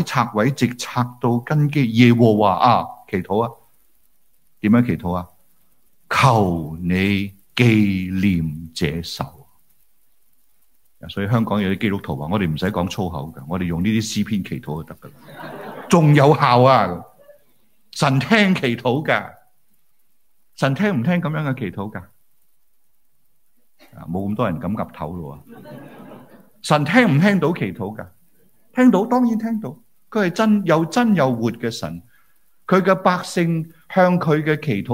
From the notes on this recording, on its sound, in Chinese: 於紐西蘭奧克蘭為主場地，並現場直播至十個位於澳洲不同城市的聚會點，共有接近1000人出席